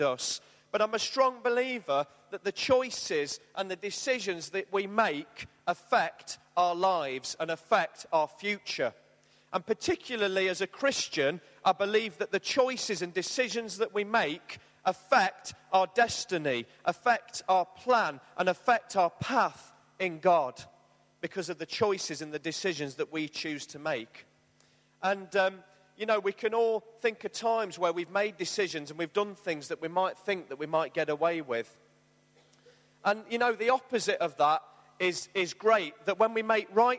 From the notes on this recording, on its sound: Arena Church, Ilkeston